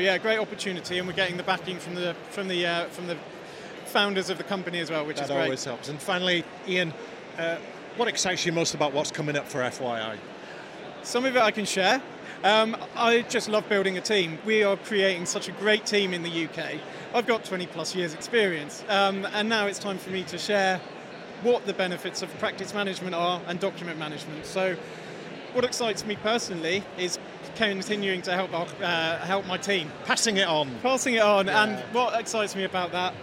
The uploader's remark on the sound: Event Special - Accountex 2023 Live Interviews.